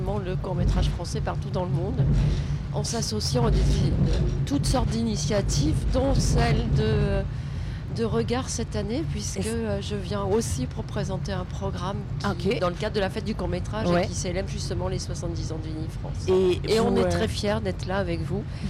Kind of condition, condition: setting, inside a vehicle